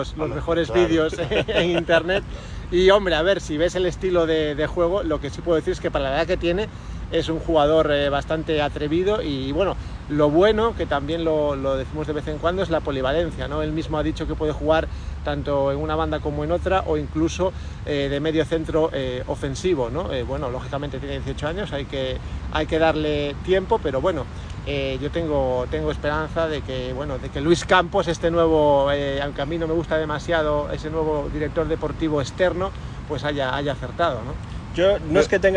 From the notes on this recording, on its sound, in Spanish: Programa grabado en la Playa de Samil, en Vigo.